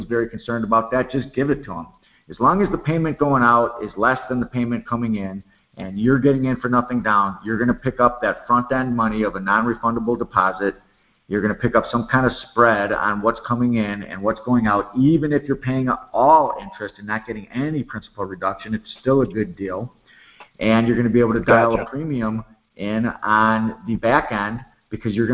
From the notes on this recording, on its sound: Q&A Call.